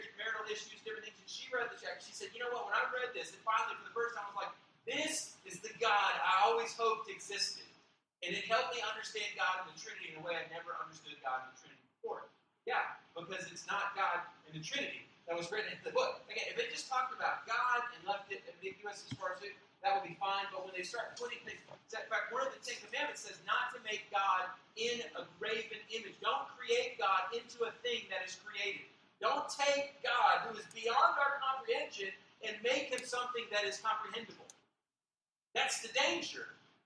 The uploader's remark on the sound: We apoligize for the quality of the audio on this particular message. The message was recorded off of a secondary mic.